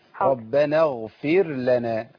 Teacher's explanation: اغفر لنا يبقى انا ادغمت الراء في الايه؟ في اللام، وراء عندي هنا مظهرة مش مدغمة